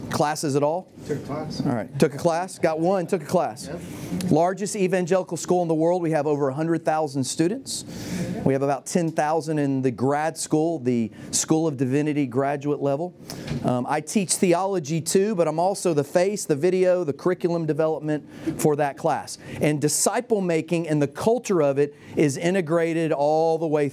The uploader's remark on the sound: The following audio comes from the National Disciple Making Forum by Discipleship.org . An organization called discipleFIRST hosted a track called "Developing a Disciple Making Culture."